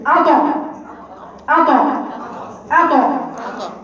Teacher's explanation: أط لما طلع صوت ما طلعش هوا. يعني حتى لما قلقلها بقول أط ما طلعش هوا طلع صوت · Term: القلقلة